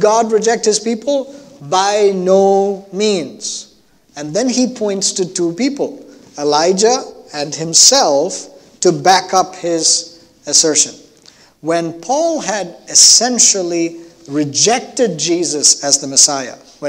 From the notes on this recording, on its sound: at New Life Fellowship Church, Concord, NC, on Sunday, December 12, 2021.